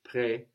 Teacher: Près is our biggest, most open E in French.